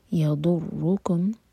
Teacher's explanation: ضاد زبان کی سائڈ سے